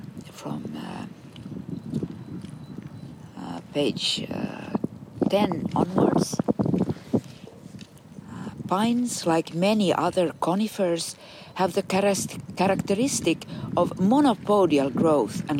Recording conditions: outdoors